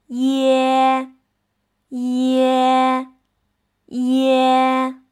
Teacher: 在发耶的时候，先发一的音，然后口腔半开的状态，嘴角展开，舌尖抵住下齿背，发呃的音。